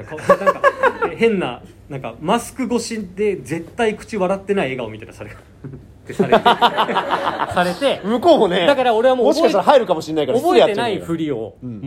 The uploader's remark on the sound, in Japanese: Radiotalk本社にて行われた公開収録。